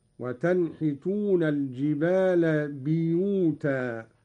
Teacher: قرأ قالون بكسر الباء هكذا: وتنحتون الجبال بيوتا، وهي لغة.